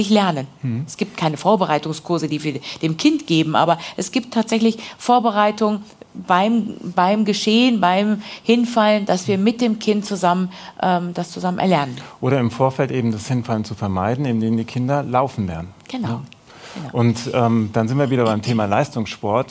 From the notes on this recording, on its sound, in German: Live vor Publikum auf dem Treffen der Interessengemeinschaft Hämophiler e.V. In Frankfurt am Main.